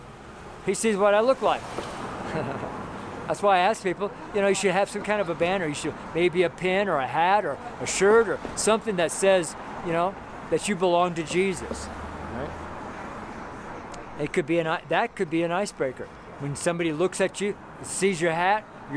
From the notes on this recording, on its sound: FRIDAY STREET SERMON.